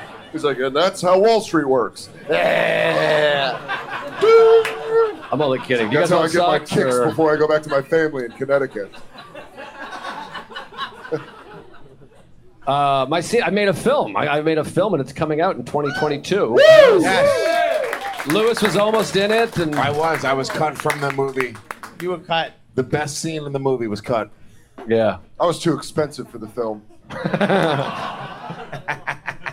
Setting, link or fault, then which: setting, busy venue